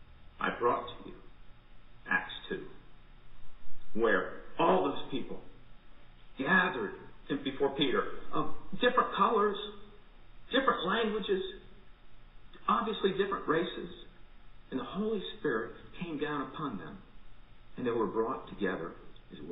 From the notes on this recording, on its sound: Recorded at MPPC for worship on Sunday, June 7, 2020 at 10 am